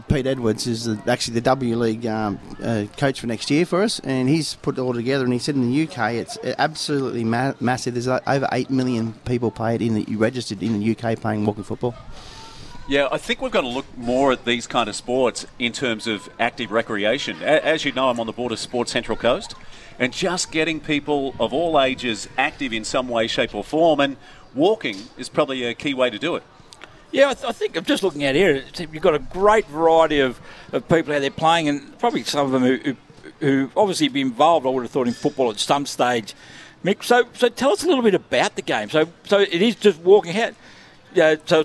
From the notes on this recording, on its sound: Live from Tuggerah at the soccer 5's. A special guest or 2 live on site.